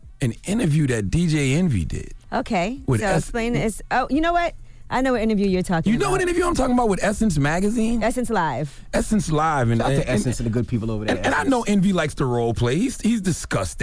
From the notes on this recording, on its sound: we opened up the phone lines